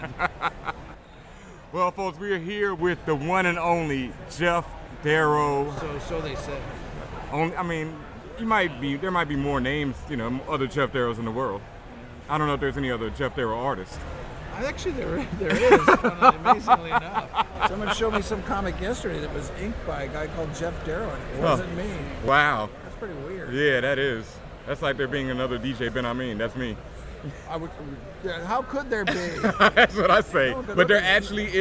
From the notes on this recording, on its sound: Live at New York Comic Con 2013.